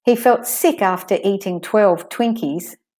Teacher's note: So there's a little pause after sick. He felt sick, that's one phrase, after eating 12 Twinkies. · Term: phrasing